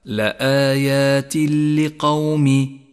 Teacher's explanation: يسقط التنوين من اللفظ ويشدد حرف اللام، لذلك لون التنوين بالرمادي إشارة إلى عدم نطقه وشدد حرف اللام الذي بعده. · Term: الإدغام بلا غنة